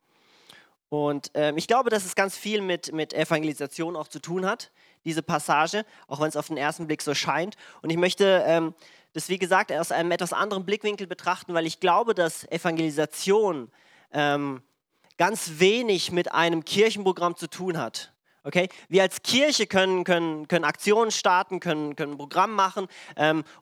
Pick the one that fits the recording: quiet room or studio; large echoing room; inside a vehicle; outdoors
large echoing room